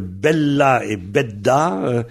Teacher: Le L qui devient R ou le D qui devient L, etc. Ce sont des consonnes qu'on prononce sur la pointe de la langue. Et bon, il suffit que la langue déraille un petit peu pour qu'on passe d'une consonne à l'autre.